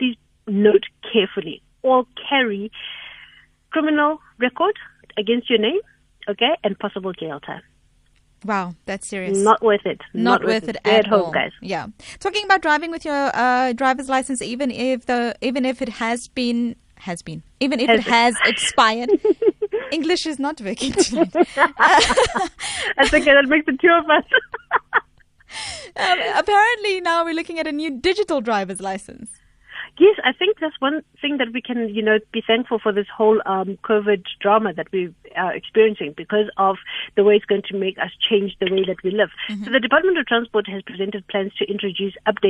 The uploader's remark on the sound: GUEST (Phone)